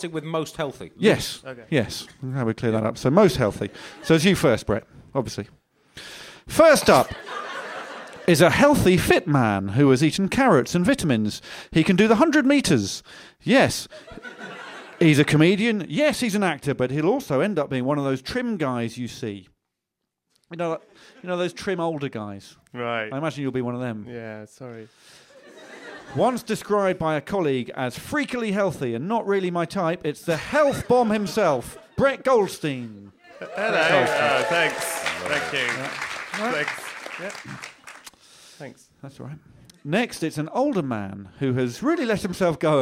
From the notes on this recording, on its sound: Live from the Soho Theatre. In front of a live audience.